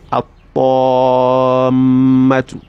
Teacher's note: You do not allow the lamun to show. Rather, you assimilate it straight.